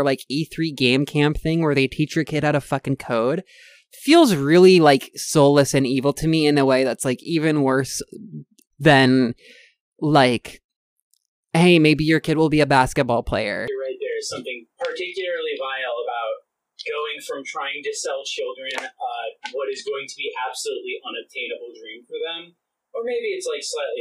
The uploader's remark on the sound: Unfortunately, the process of setting this up the first time lead to some bad audio issues, which we will have straightened out by our next one.